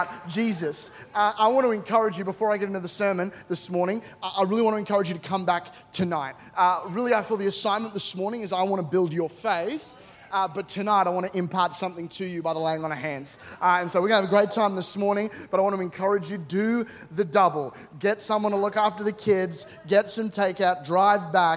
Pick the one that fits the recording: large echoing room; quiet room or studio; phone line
large echoing room